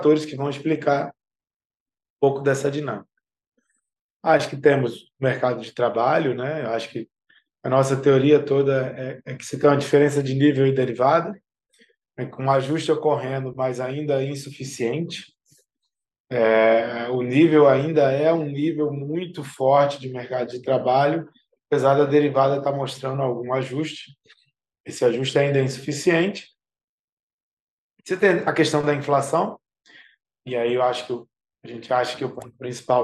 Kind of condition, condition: link, video call